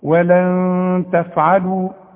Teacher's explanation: هذه الكلمة فيها غنة، والغنة بمقدار حركتين